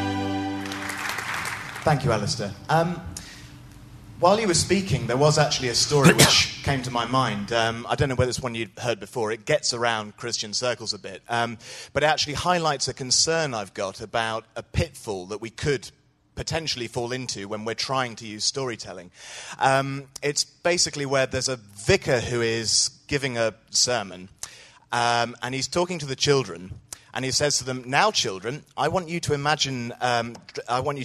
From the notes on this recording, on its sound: Answers audience questions following his lecture.